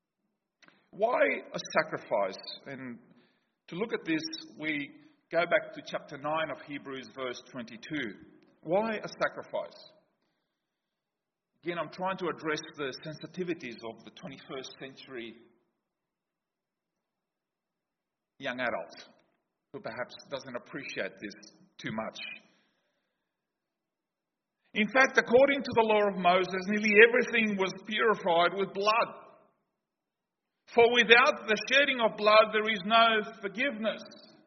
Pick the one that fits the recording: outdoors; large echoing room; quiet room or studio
large echoing room